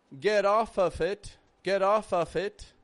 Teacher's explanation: the letter F is being pronounced as a V. We're giving it a little bit of voice. We're not making it off.